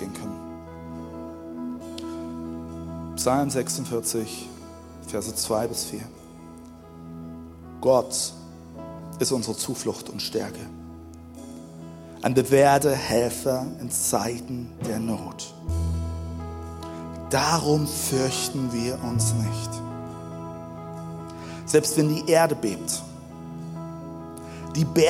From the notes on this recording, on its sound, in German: Zeal Church Dresden. Audiomittschnitt der Predigt. Im Kurländer Palais in Dresden.